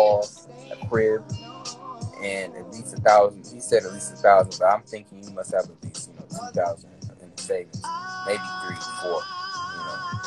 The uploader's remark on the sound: This episode was done Instagram live